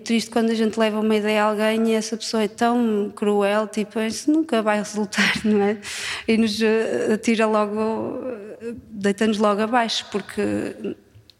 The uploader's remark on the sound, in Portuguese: Ao vivo. Gravado no Coliseu Porto Ageas. A dado momento, o microfone da apresentadora ficou sem pilhas.